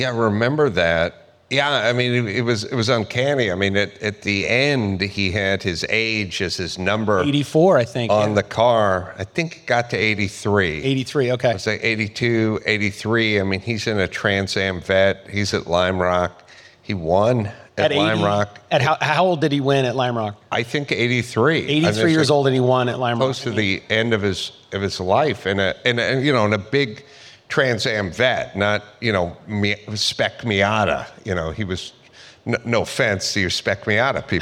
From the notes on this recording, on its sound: Take TCC on the road to the 2023 Pebble Beach Concours d'Elegance for an episode recorded in front of a live audience.